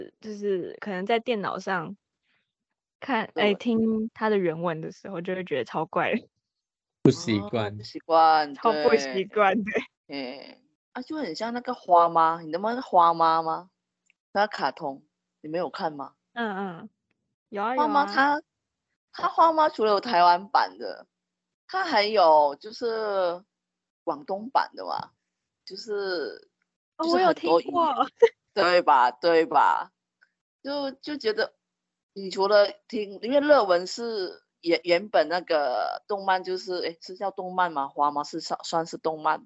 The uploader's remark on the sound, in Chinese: 挑戰遠距離錄音